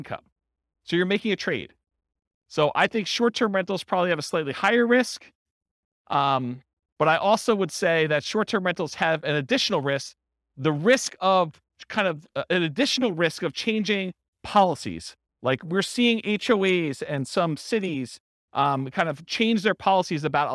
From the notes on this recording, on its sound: This was a live class recorded